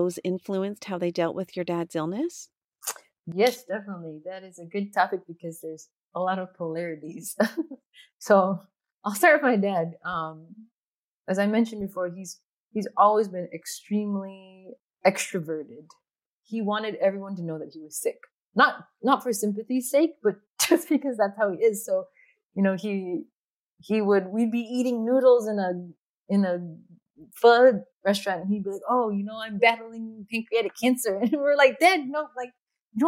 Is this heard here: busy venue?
no